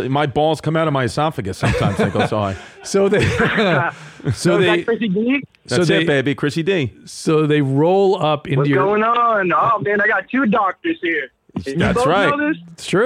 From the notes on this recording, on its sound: Take a few live calls.